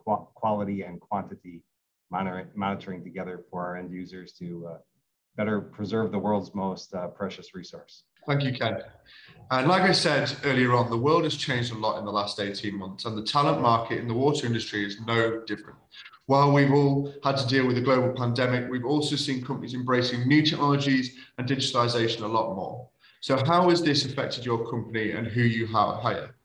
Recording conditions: video call